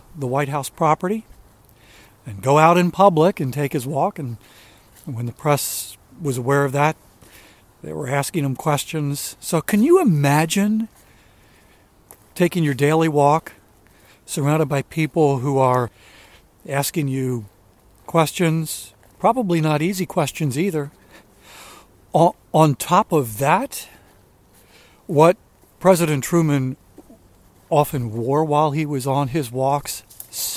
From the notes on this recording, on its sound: during today's ten-minute walk